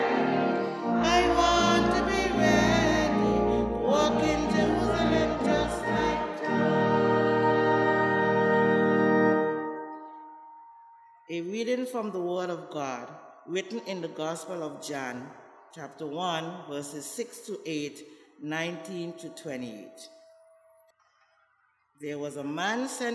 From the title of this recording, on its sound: KeepItLoud Crew Live with St. John's Episcopal Church 3rd Sunday in Advent Service